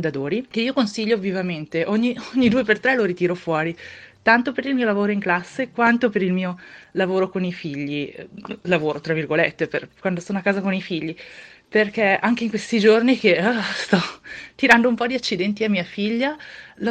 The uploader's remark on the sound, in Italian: Chiacchiere al telefono